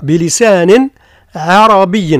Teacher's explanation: وعندما تأتي بعد النون الساكنة أو نون التنوين أو التنوين فيعني يقع إظهار النون، بمعنى لا نأتي بغنة